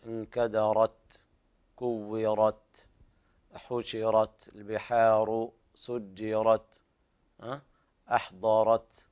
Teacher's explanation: انتبه إلى الراءات في السورة كلها مفخمة، انكدرت، كورت، حشرت، البحار سجرت، أحضرت، كل الراءات مفخمة في رواية حفص.